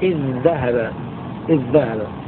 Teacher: ولا خلف في الإدغام أي بين القراء 7، القراء 7 متفقون على الإدغام، على إدغام ذال إذ في الذال